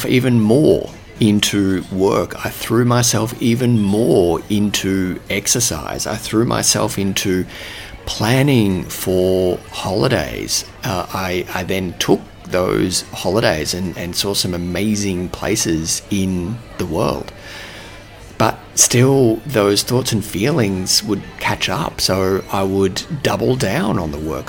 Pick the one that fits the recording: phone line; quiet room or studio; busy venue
busy venue